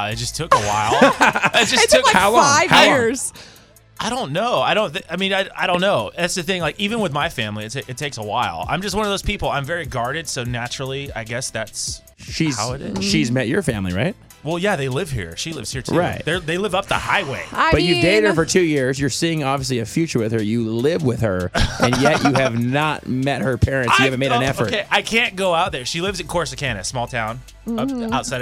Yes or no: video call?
no